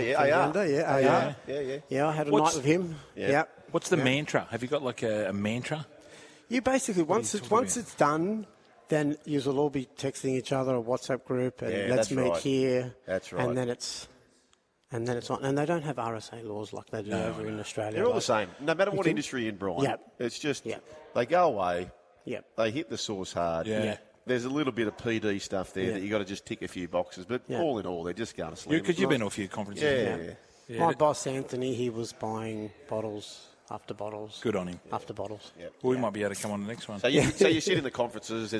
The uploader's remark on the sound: Live From The Dealership